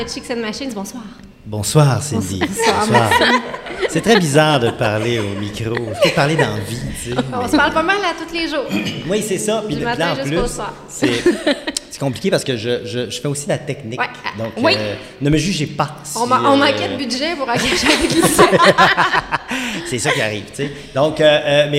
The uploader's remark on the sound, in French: Enregistrée "live" de la nouvelle usine de production de notre partenaire Lagabière et ce devant public!